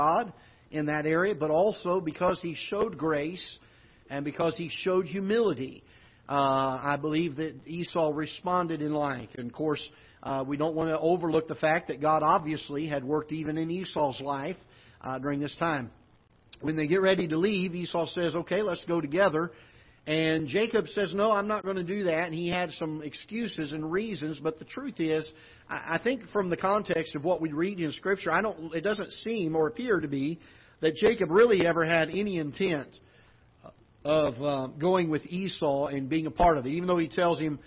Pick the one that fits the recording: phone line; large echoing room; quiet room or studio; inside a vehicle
large echoing room